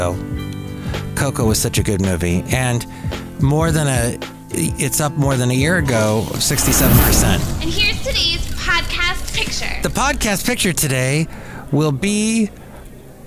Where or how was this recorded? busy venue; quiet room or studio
busy venue